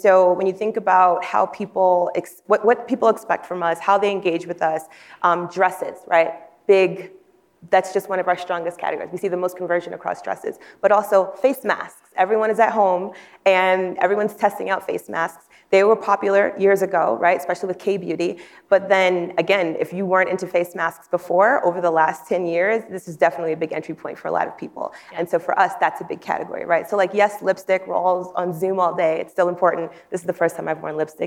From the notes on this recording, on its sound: Which was recorded in front of a live audience at the Digiday Publishing Summit on March 29.